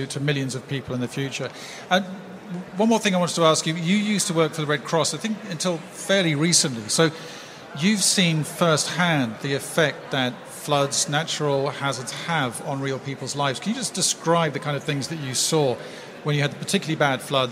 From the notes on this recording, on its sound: This episode was recorded live as one of the SDG Media Zone sessions at the UN Water Conference.